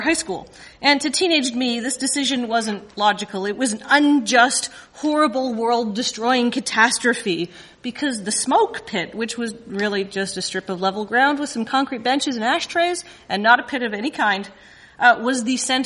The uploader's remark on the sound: For three years in a row the Nerdologues have been lucky enough to have some kind of presence at PAX, and this year we got to record a Your Stories there!